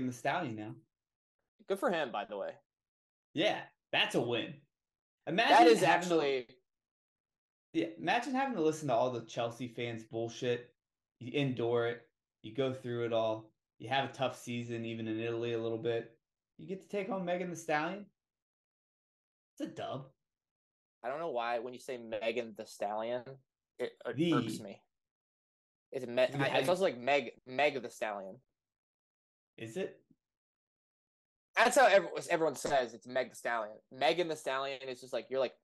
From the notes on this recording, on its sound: The mic audio didn't make it from GarageBand to Premier.